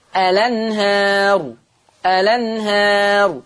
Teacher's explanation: عندنا لفظ الأنهار، الأنهار من الساكن اللام ورا همزة، يبقى حرك مين؟ هحرك اللام بحركة الهمزة فتصير لام مفتوحة، لأن الهمزة مفتوحة، فتصير الأنهار، الأنهار. · Term: النقل